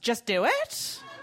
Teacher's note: No matter what they say, it always sounds like a question. · Term: uptalk